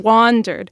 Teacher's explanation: the first syllable is stressed and the second one is unstressed